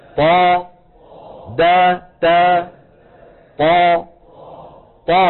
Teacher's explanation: هي تا لكن ارتفع اقصى اللسان ورجع لسان المزمار · Term: الطا